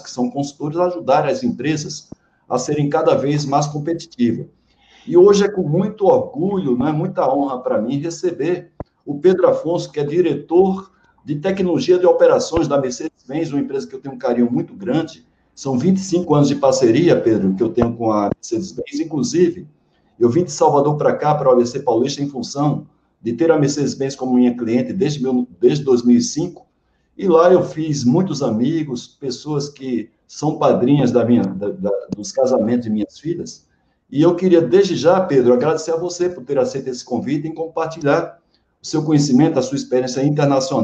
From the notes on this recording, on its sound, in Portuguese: Esta é a gravação da live.